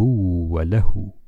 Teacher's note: وقفنا بإسكان الواو بدون قلقلة الواو، الواو يخرج مما بين الشفتين، وفي هذه الحالة نقف على الواو وتبقى الشفتين منفرجتين.